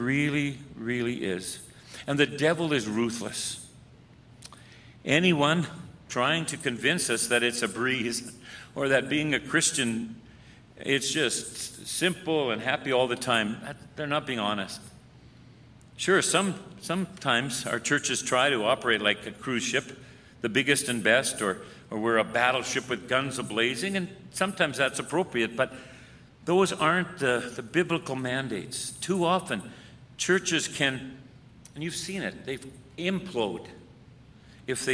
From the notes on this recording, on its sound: The Worship Service for the Red Deer River, a Lutheran Brethren Church Plant, recorded for June 20, 2021.